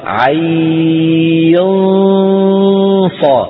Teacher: نخفي النون عند الصاد · Term: الإخفاء